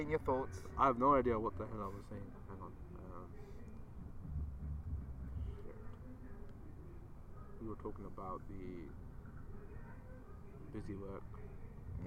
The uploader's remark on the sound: The episode is recorded in the middle of a park at night! Featuring music from a nearby party and lots of ducks and geese! This time around we have also decided to post an episode uncut, so you can hear a bit of the background process of recording a podcast as well.